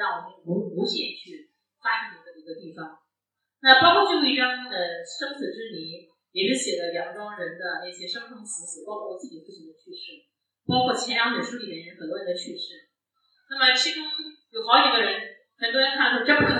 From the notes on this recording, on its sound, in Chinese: 现场特辑。本次节目属于现场临时录制， 音质较差请谅解。